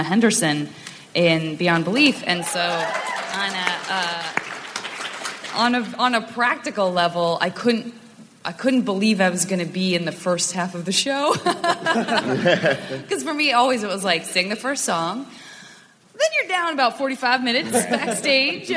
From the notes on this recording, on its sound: At C2E2, Chicago. From C2E2 in Chicago, the TAH panel.